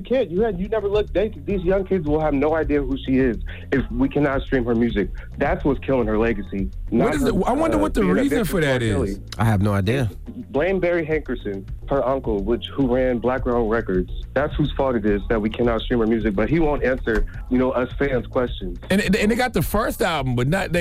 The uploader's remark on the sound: we opened up the phone lines